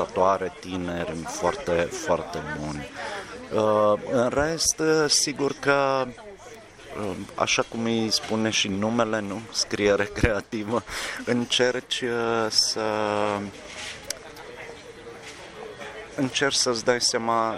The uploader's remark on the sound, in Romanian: La FILIT Iași chiar în ziua când urma să avem parte de Noaptea Albă a Poeziei. Am reușit să-i iau un interviu cu mult zgomot de fond interactiv.